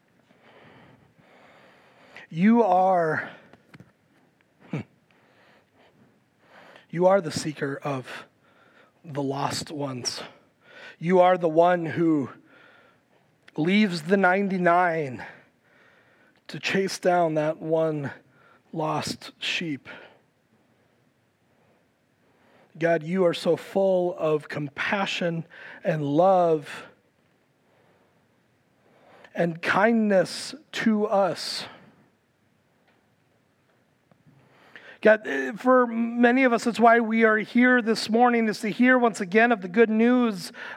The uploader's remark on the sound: Recorded live at Word of Life Church in Le Sueur, Minnesota, on July 23, 2023